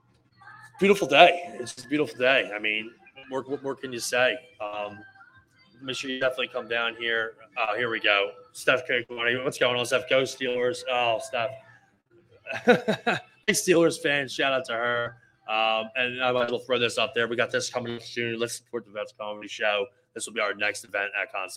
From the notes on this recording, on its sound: live at the big Halloween event